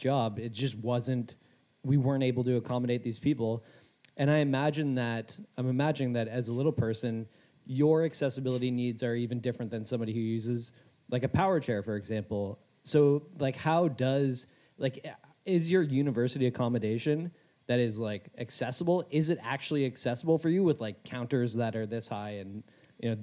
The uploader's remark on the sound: LIVE From Vancouver! A very special live show from the Biltmore Cabaret in beautiful Vancouver, Canada!